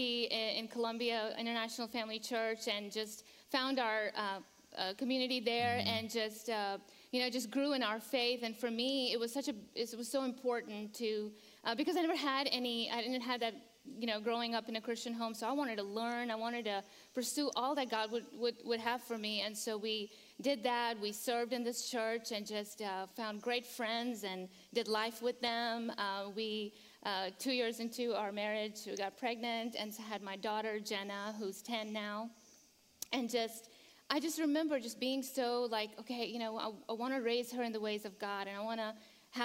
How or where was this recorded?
large echoing room